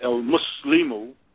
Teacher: the L is fully pronounced because of the fact that the mim is understood to be a moon letter